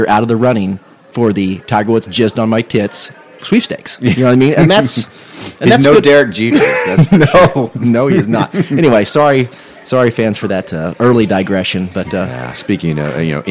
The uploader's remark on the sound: Live from Hoover, Alabama, the Mizzodcast gang crashes SEC Media Days